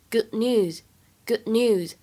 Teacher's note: 开头的 good 和 news 碰到一起呢，有一个不完全失去爆破的现象